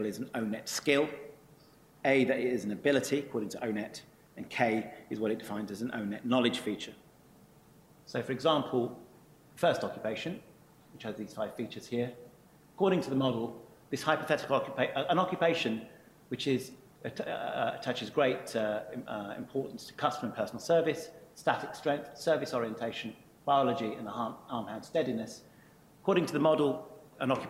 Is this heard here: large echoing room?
yes